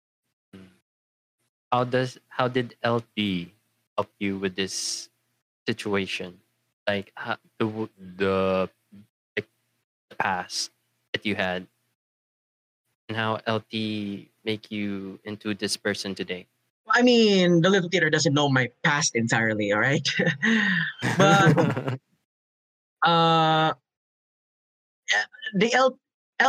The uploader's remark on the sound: Due to fluctuating signals at the time recording of the video did affect the quality of the voices, apologies I could not fix it at post. In this episode of the podcast we have two guests.